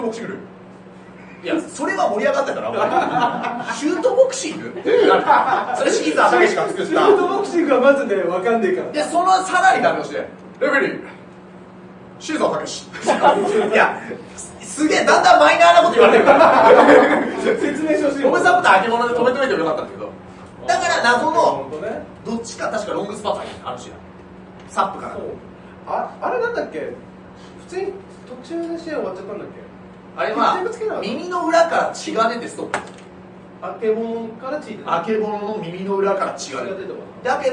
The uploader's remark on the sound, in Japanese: 秋葉原ZERO-Gで行われた公開収録ライブ。